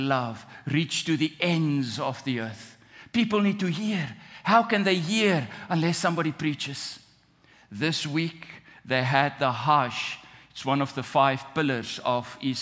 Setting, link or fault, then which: setting, large echoing room